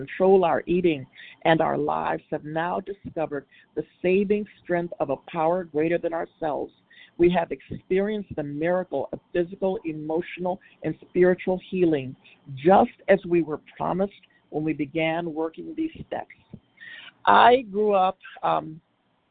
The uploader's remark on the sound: From the 100 Pounders Phone Meeting.